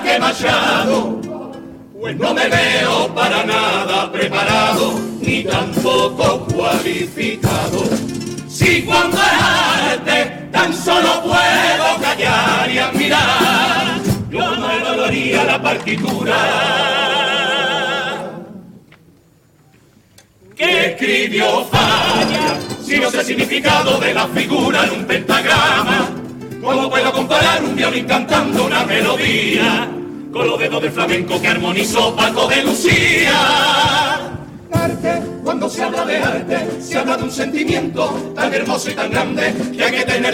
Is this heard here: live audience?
yes